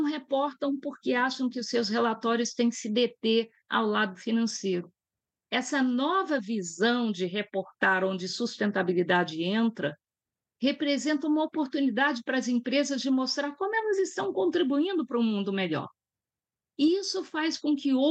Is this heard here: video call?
yes